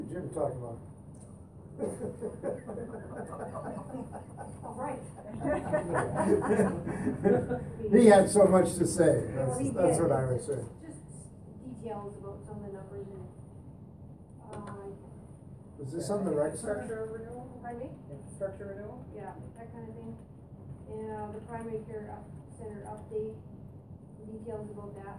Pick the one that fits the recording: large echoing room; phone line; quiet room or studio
large echoing room